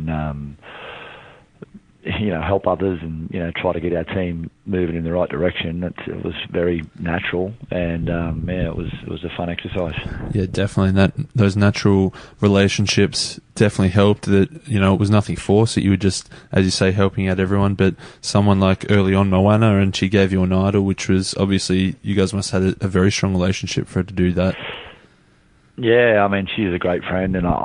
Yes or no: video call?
no